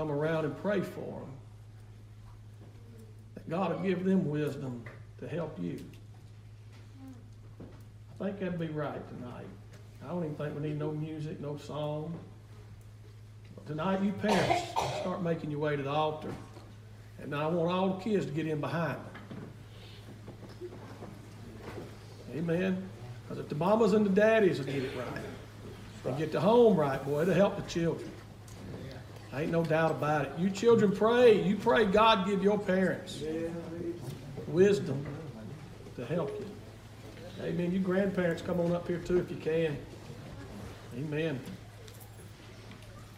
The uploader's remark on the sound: Wednesday Evening service at Calvary Baptist. February Revival.